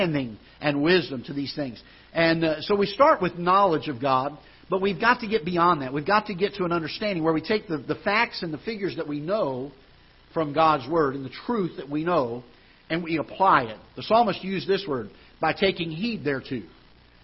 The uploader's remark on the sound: Ketha Heights Baptist Church ~ Live Broadcast